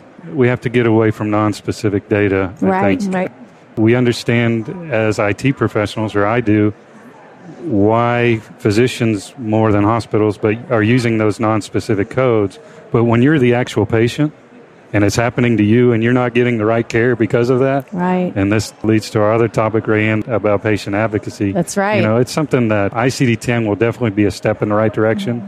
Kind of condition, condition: setting, busy venue